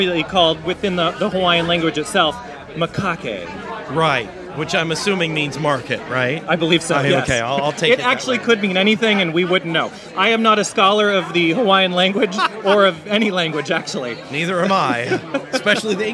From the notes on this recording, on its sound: Live from Don The Beachcomber in Seal Beach